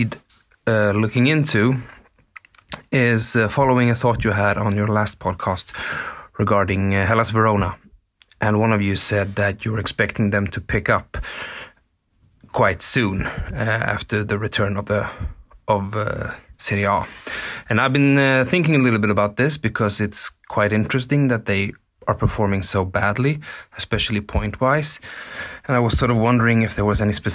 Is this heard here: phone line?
no